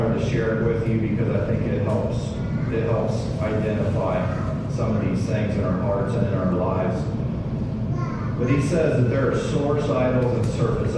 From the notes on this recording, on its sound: sorry for the poor audio quality